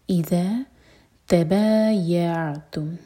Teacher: کلمبا، اِذَا، دو syllable والا ورڈ، ای پر زور، اِذَا تَبَايَعْتُمْ، عین ساکن پر تھوڑا سا ٹائم دیں گے تاکہ جھٹکا نہ ہو